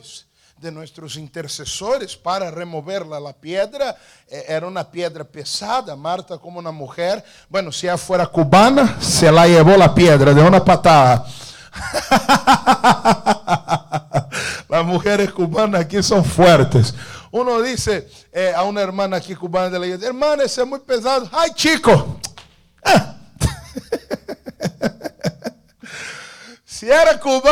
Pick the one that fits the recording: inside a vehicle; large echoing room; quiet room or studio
large echoing room